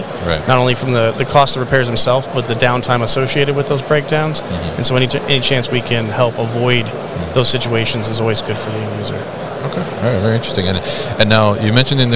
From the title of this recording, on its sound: ePicker at MODEX 2022